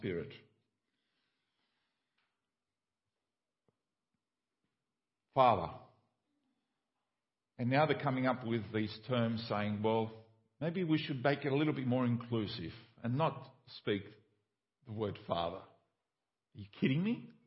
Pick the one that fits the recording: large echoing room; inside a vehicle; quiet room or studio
large echoing room